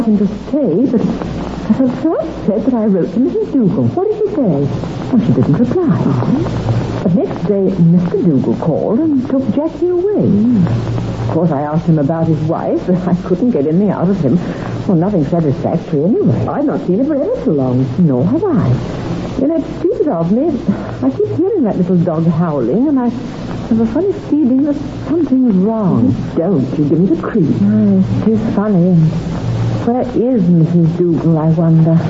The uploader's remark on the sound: Audio seems a bit mushy, and can be difficult to hear in spots.